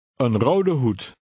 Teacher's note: Note that the first word, meaning a, is unstressed in combination.